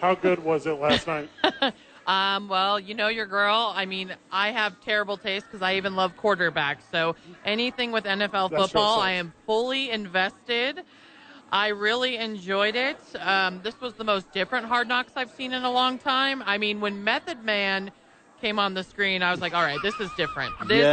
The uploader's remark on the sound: The bois are live from Red Door for the shortest show ever.